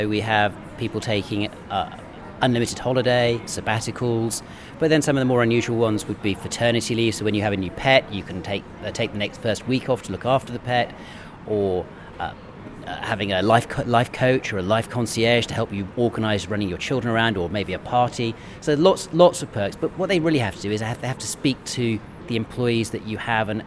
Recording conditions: busy venue